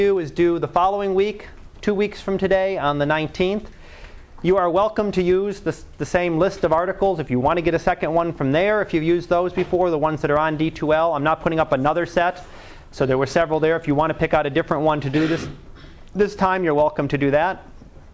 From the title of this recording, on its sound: Live Class Lecture